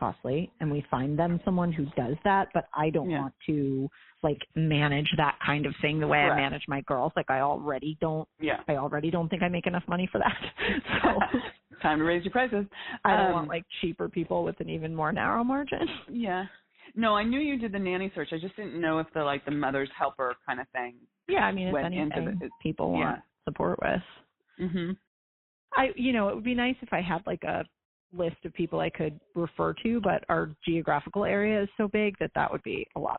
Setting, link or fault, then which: link, phone line